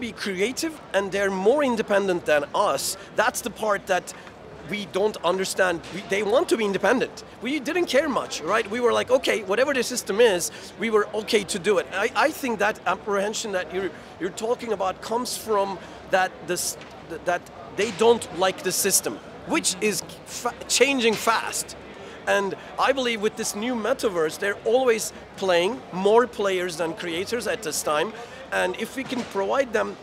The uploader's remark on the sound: Live from GITEX in Dubai